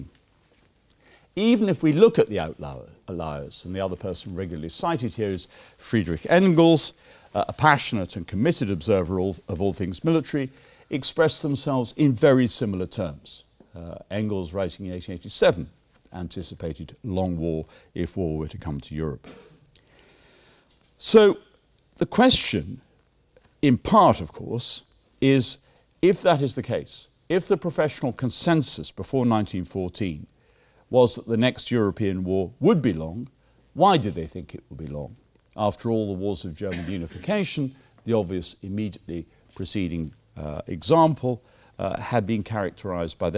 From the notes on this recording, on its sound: Keynote lecture given at the War Time 2016 conference